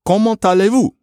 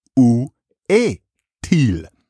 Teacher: you have that little T that's stuck in there. It was originally at the end of the word. Now you only use it when there's a vowel following.